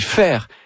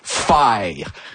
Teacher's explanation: Ils font carrément des triphtongues · Shown in: second take